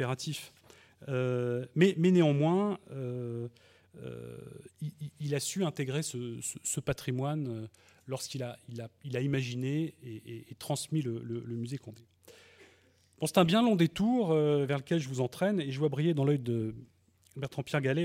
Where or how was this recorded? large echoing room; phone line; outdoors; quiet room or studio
large echoing room